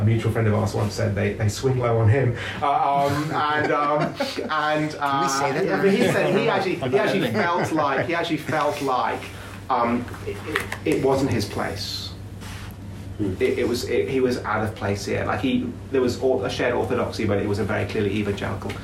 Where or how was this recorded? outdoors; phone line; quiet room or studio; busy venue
busy venue